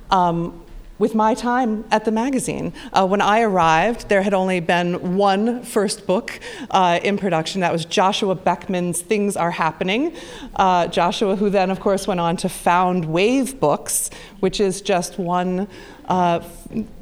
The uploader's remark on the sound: Live at The Philadelphia Ethical Society. From our live event earlier this year in Philadelphia.